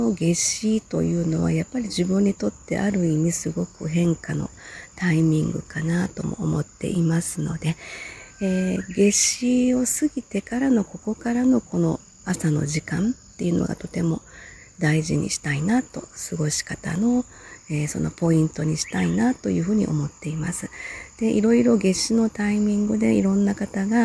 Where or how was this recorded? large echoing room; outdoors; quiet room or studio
outdoors